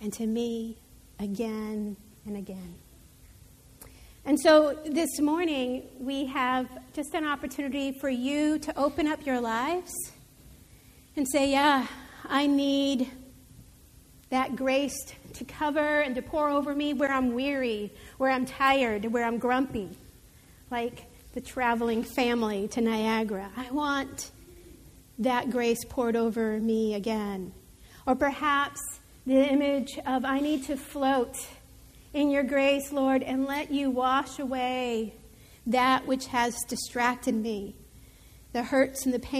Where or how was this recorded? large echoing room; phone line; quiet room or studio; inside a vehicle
large echoing room